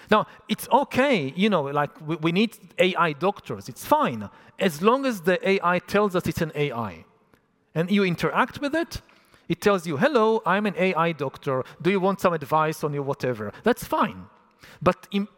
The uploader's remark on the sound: A talk recorded 'live on tape' at Estufa Fria, in Lisbon, Portugal on May 2023.